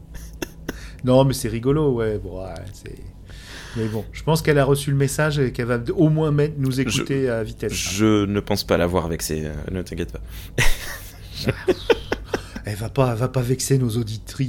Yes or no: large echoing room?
no